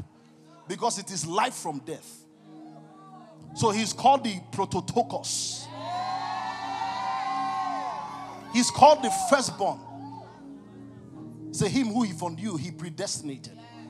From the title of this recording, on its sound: CONFERENCE 2023. ( MORNING SESSION, DAY 1 )